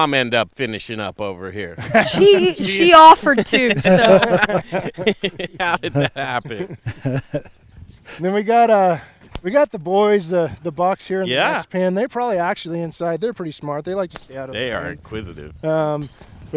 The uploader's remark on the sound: What an incredible Colorado farm family right here! Live at Jager's Livestock. Did we mention the goats?